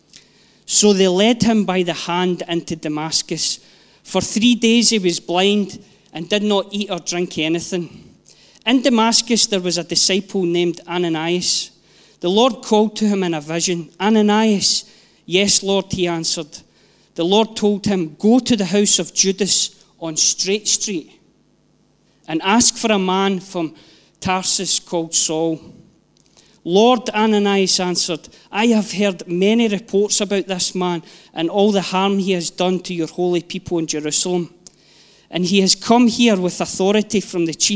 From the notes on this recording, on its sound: Live from our ONE Church Sunday gathering 19/06/22